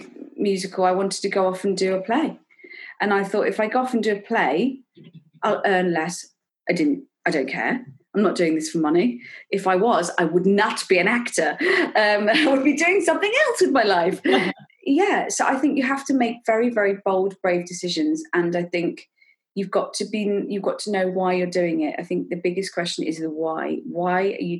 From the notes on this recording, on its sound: This episode was recorded over Zoom